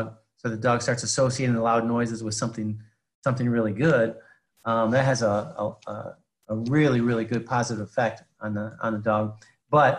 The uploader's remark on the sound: Remotley we attempt to zoom some animal fun. We got zoom bombed.